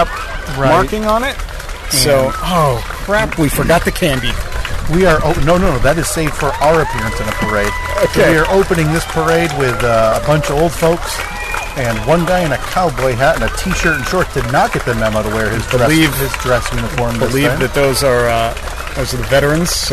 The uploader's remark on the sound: Memorial Day Parade-Cast 2023! The first 15 minutes of audio sound pretty rough. Once we got it dialed in (somehow?), it actually sounded half decent…at least, as decent as a podcast recorded in the bed of a 1988 Jeep Comanche while attending a parade can sound!